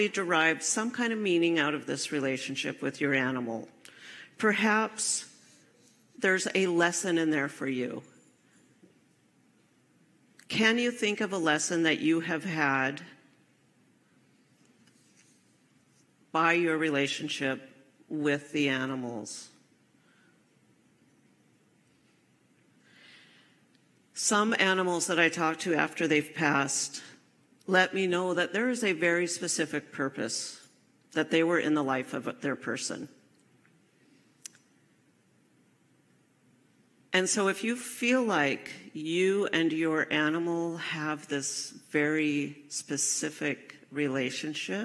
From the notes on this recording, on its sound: Enjoy this recording from my live service at CSL Seattle in September 2023.